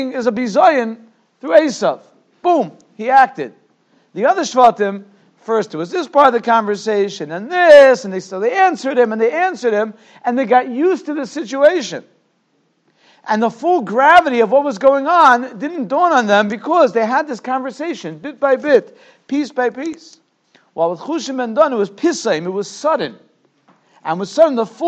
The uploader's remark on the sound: Shiur recorded in Yeshivas Ohr Reuven, Monsey, NY.